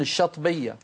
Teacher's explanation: يأكلون الألف ولا يقولون الشاطبية